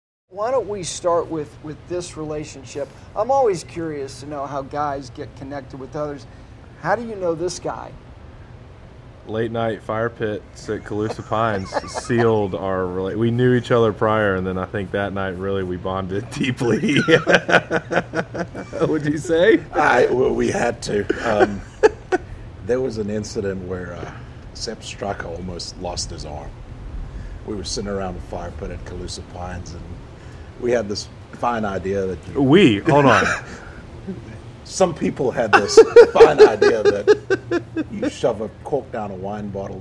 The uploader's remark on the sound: from outside the 15th fairway at Quail Hollow Golf Club prior to the Wells Fargo Championship